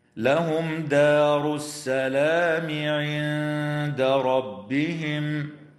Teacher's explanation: وتخفى النون الساكنة عند الدال مع الغنة مرققة في كلمة عند